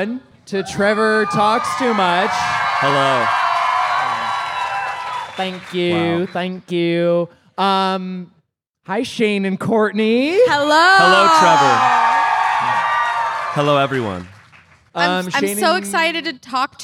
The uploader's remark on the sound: Live at Mythicon. Live from Mythicon!